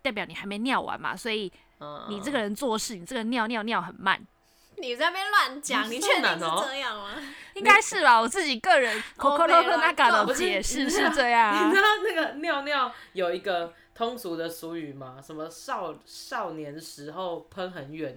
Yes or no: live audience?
no